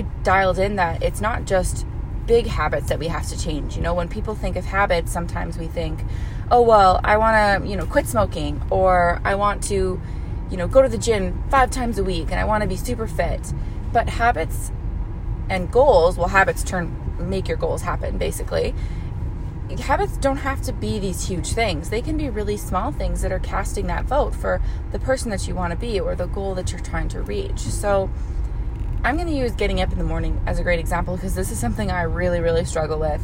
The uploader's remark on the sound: This a quick episode I did up while I was stuck in traffic on a snowy day here in Edmonton, Alberta, Canada